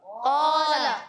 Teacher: الف سے پہلے قاف آ گیا، موٹا پڑھا